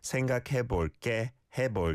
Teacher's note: the 해 and 볼게 are separated by a space, but in terms of the way you say it, it's all together